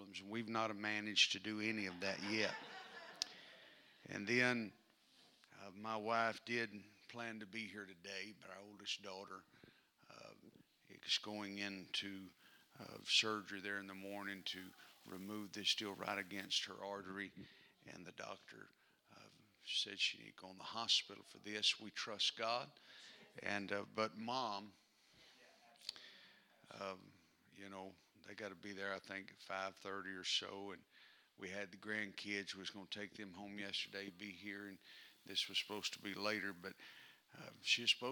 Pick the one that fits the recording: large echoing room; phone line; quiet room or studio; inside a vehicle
large echoing room